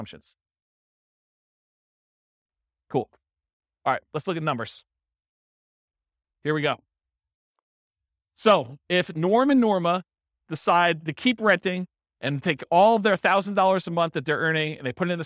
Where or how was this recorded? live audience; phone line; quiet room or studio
live audience